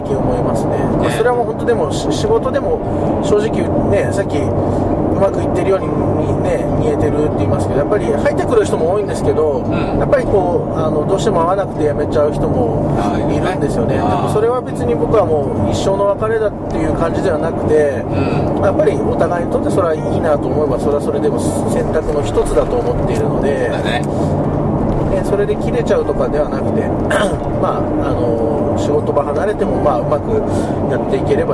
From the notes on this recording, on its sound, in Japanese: ドライビング対談収録をいたしました。